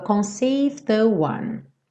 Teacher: a gente não pronuncia o E e terminaria com o D, consoante oclusiva, e ele já emenda no the one. Então soa conceived the one.